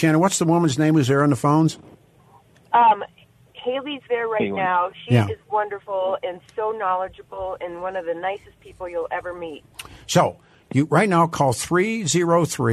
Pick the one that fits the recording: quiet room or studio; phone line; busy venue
phone line